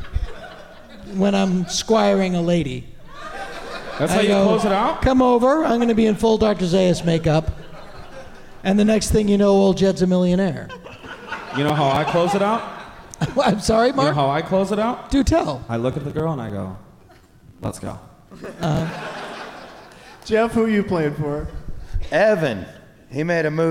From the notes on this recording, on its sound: Live from the 208 Comedy Fest in Boise